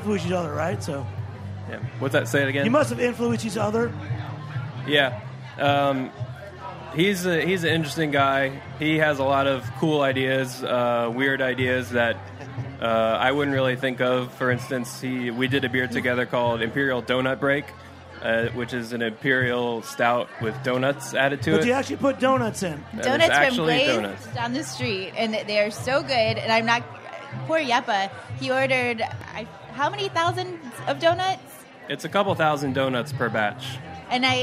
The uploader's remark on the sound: broadcast from the Charleston Wine + Food Festival